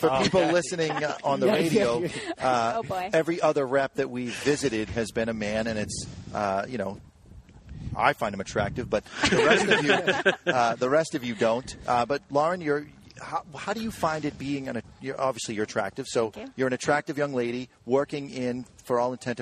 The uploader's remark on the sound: We were live from the Cigar Association of New Hampshire Golf Tournament from our moble studio.